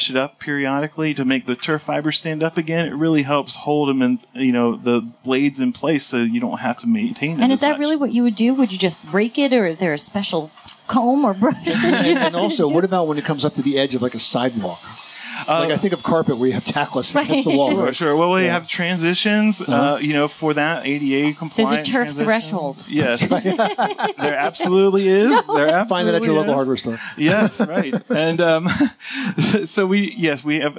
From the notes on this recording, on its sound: Live from the 2018 National Hardware Show